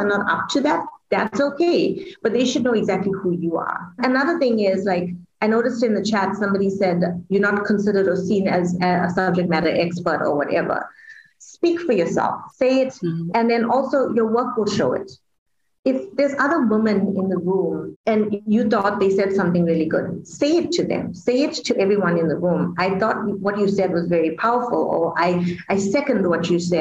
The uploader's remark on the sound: Woman in Mining Webinar Series 1